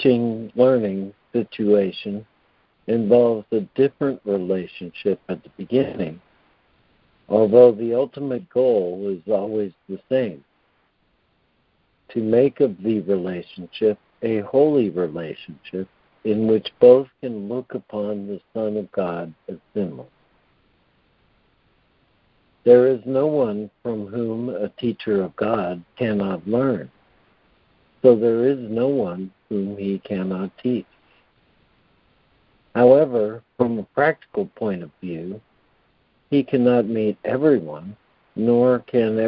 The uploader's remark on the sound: ACIM Daily Conference Call.